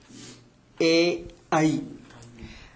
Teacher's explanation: अनन्तरं ए ऐ, ए ऐ इत्यनयोः स्थानमस्ति कण्ठ तालु मिश्रणं, कण्ठ तालु ए ऐ.